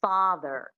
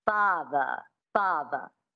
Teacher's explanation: you drop the R and you make it a schwa · Shown in: second take · which is a phonetic symbol for an unstressed syllable, like a primitive grunt. · Term: the transatlantic accent